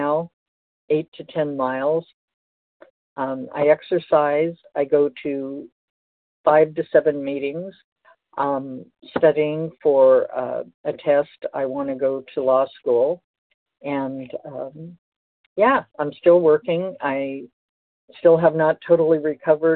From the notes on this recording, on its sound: 100 Pounders Phone Meeting, 5/15/23